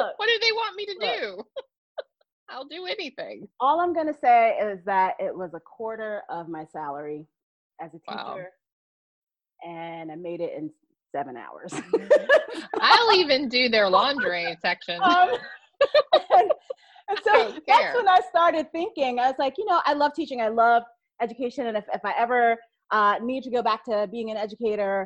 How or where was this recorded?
video call